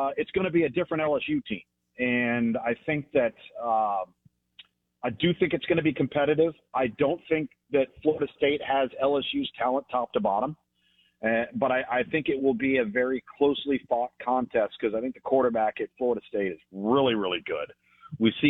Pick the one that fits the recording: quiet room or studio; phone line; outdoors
phone line